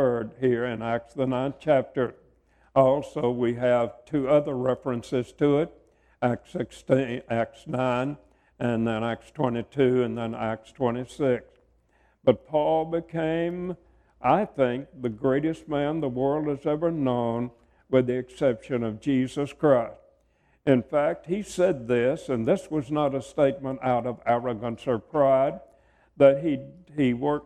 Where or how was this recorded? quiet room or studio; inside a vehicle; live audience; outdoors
live audience